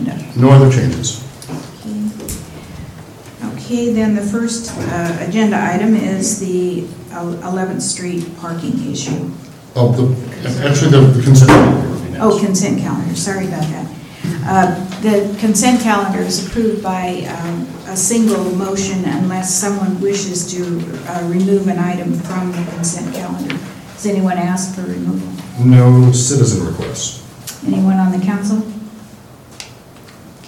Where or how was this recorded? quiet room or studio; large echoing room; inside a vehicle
large echoing room